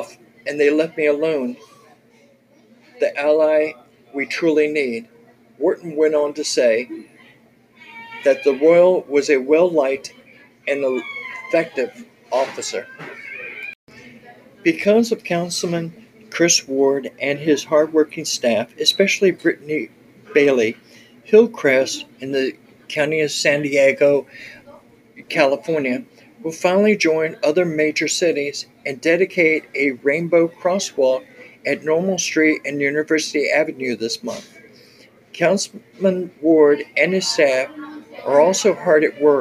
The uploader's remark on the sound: Please excuse the background noise as I was in a restaurant recording.